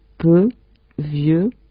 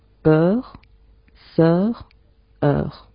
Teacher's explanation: Pues para las vocales, las dos que tenemos aquí son E y E. La primera es más cerrada, la segunda más abierta.